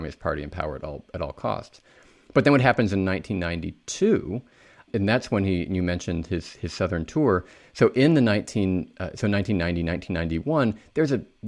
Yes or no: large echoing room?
no